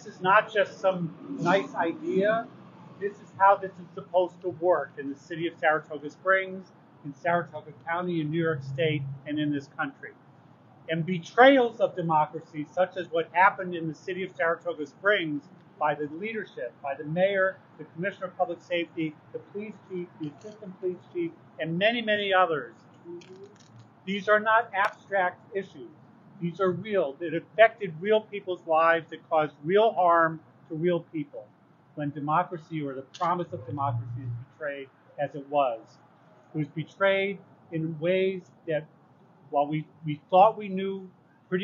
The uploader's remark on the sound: Held a press conference at City Hall. Members of Saratoga Black Lives Matter held a press conference at City Hall Thursday. In this excerpt of the press conference.